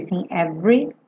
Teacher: O é do meio da palavra every não é pronunciado. Então a gente não diz every e sim every.